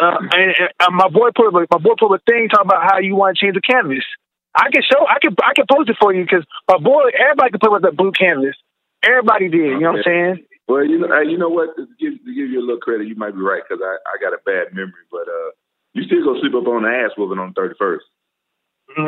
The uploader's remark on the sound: The audio from the Bellator 175 call